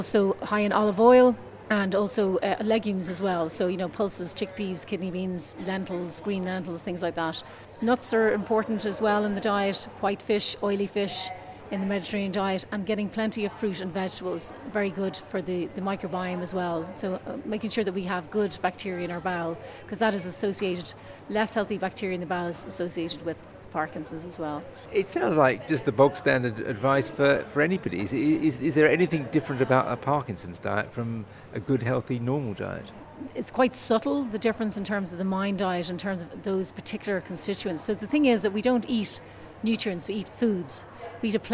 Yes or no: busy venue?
yes